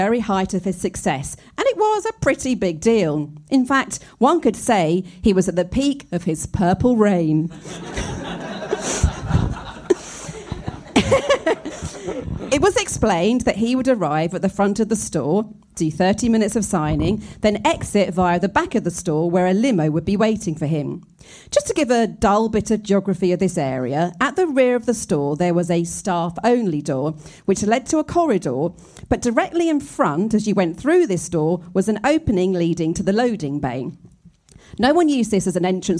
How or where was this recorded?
live audience